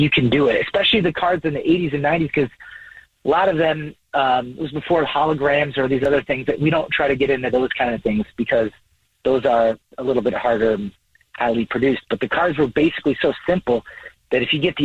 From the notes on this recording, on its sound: Somebody on the phone wants to tell us their Dirty Little Secret.